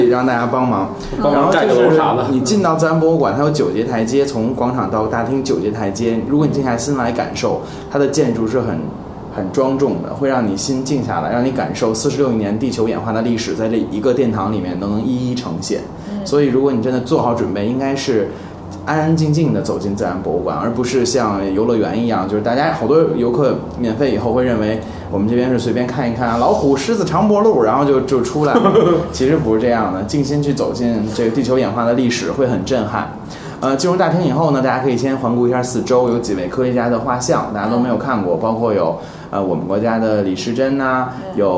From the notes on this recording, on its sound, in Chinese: 本期节目为在什么值得买的办公区用录音笔录制，可能有回音及街上的汽车声，请见谅。